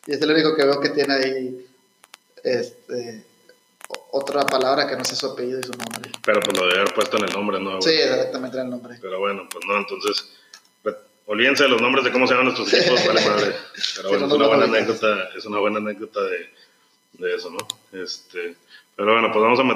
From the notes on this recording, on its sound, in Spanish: El audio no mejoró mucho, pero ya nos decidimos a abandonar a Steren por algo de mejor calidad.